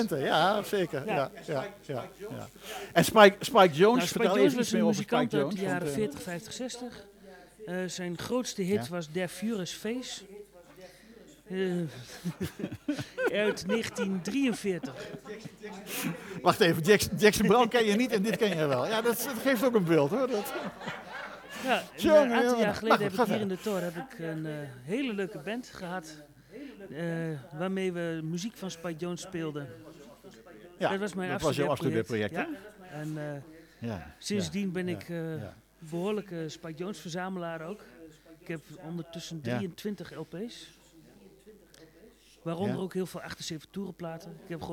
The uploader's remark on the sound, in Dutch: Een keer per jaar komt het radioprogramma “All That Jazzz” live vanuit Jazzpodium De Tor in Enschede met het Tor-Vinyl-Café. Vaste en minder vaste bezoekers van De Tor nemen hun eigen platen mee.